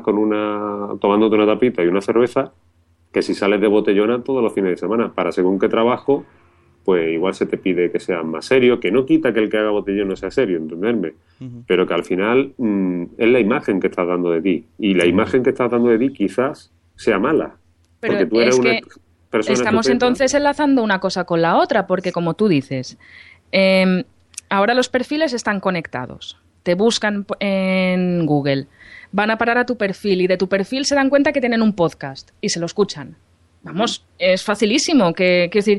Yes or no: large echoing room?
no